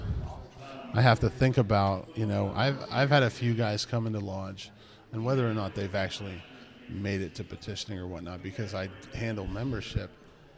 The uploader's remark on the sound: Live at the Conference! Records live during the Midwest Conference on Masonic Education!